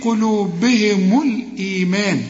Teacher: الإيمان، الإيمان إذا بدأنا، إنما همزة الوصل للألف اللي مرسوم عليها رأس الصد هي تلغى إذا وصلت الكلام، تقول في قلوبهم الإيمان، مش تقول في قلوبهم الإيمان، لا في قلوبهم الإيمان، وبعد الميم بتاعت الإيمان في ألف علشان تمد الميم ألف كاملة